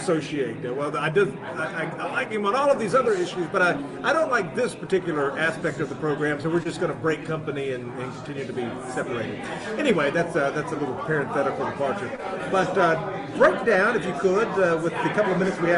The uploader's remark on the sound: TPC broadcasts live from the American Renaissance conference. We did not realize until after the broadcast at AmRen that the background noise from the crowd drowned down the audio for many of our guests, making it more difficult to hear.